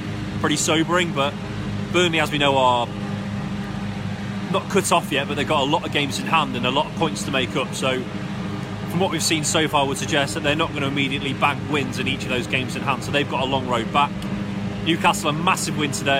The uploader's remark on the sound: Live from Elland Road.